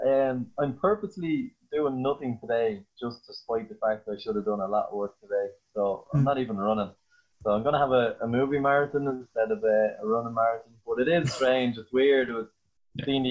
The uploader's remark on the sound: the lads are connected through Zoom